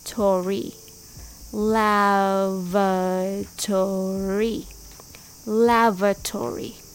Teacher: The stress is on the first syllable, lav, with V sound.